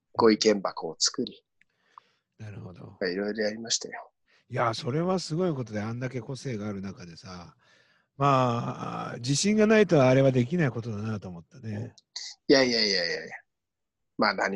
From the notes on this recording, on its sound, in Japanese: 長野県を結ぶZOOM録音です。